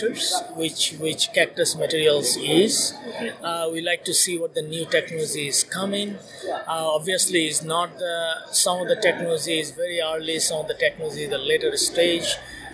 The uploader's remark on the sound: In this special FAST CAST from TechConnect World 2018.